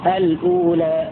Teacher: تسكن لام التعريف وتحقق الهمزة بعدها هكذا الأولى عند البدء لقالون والبصري. · Term: البدء بالأصل